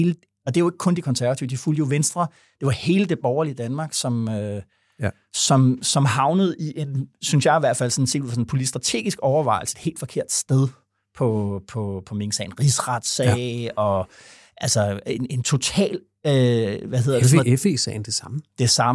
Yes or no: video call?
no